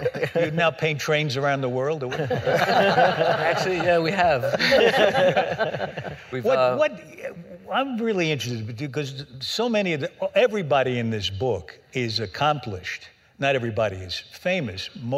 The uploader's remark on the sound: Recorded March 9, 2015 at New York’s 92nd Street Y.